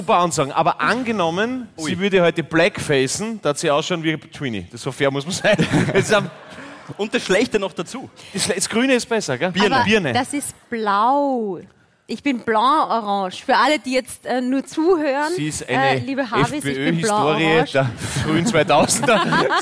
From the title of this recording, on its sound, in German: Hawi D'Ehre LIVE - Eisenstadt